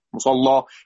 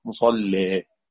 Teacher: إذا قرأت بالتقليل فمش هيجي مع التقليل إلا الترقيق · Shown in: second take